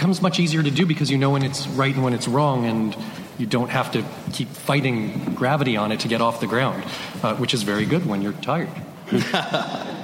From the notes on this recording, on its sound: At the Nerdist TV: The Boundary Pushers panel. Recorded at San Diego Comic Con.